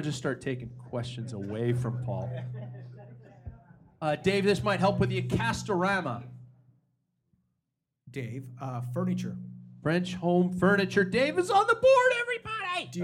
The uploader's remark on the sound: Packfiller LIVE in Spokane at Badass Brewing in Spokane Valley, WA.